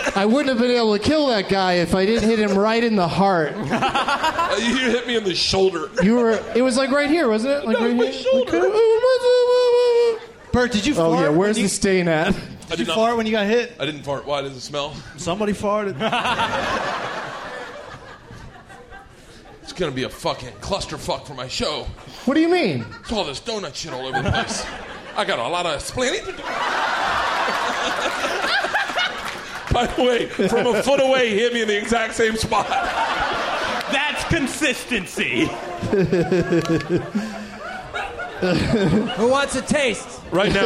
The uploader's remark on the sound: Live from Cobb's Comedy Club in San Francisco